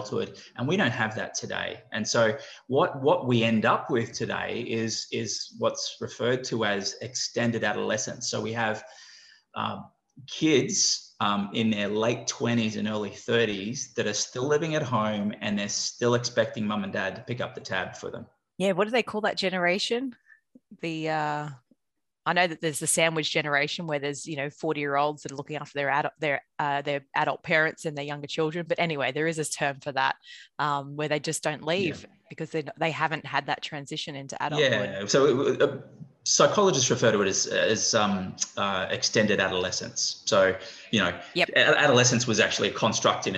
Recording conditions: video call